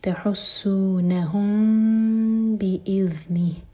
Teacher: میم کے بعد با اخفاء شفوی